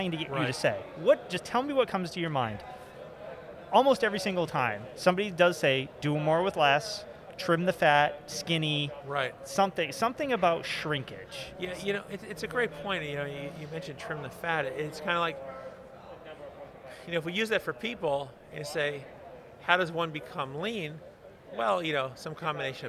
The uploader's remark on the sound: From the GBMP Northeast Lean Conference!